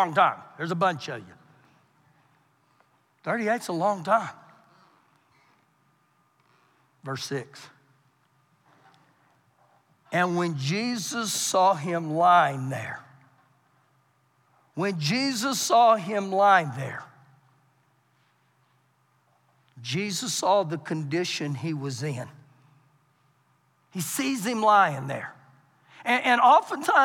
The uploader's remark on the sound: Recorded live during our Wednesday night service